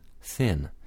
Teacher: The sound th is a voiceless sound made with the tongue touching the teeth. The tongue may stick out slightly.